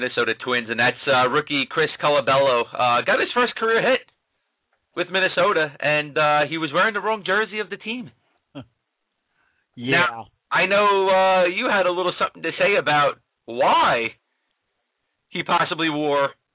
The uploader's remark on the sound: take questions from listeners via the telephone